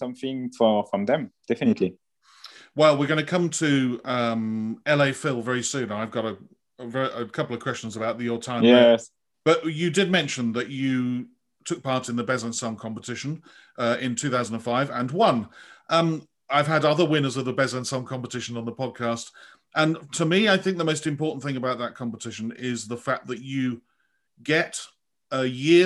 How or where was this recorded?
video call